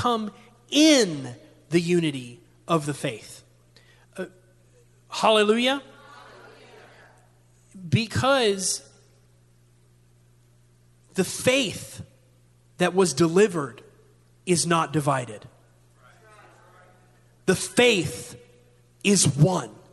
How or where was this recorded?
large echoing room